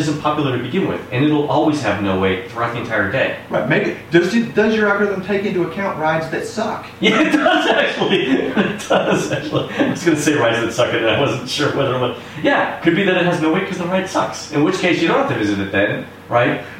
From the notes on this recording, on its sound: The echo-ey effect. I literally just clipped out a few of the most egregious points where we were talking over one another and ran the dynamic range compressor a couple of times. I did experiment a bit with noise removal, but the distortion was distracting, so I quit playing with it.